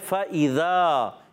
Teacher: इस आयत के फा का मखरज ऊपर वाले दांतों के किनारे जब नीचे वाले होंठ के तर हिस्से से लगते हैं, फा अदा होता है